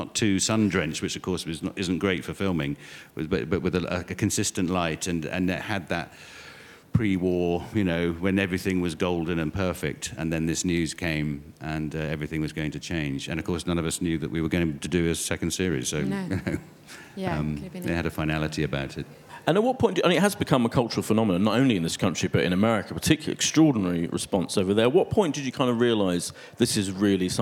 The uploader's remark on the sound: at the Apple Store, Covent Garden in London